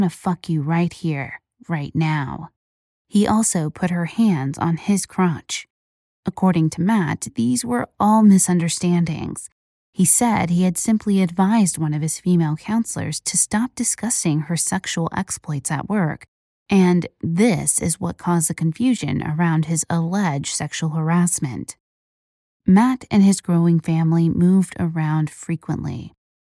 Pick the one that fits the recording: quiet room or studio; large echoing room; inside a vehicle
quiet room or studio